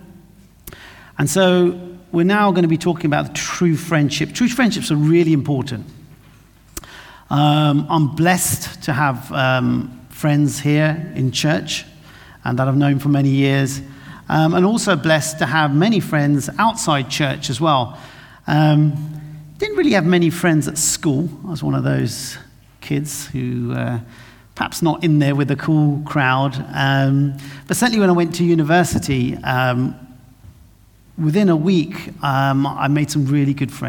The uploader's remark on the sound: This sermon was recorded on Sunday 18th June 2023 at our Great Denham venue.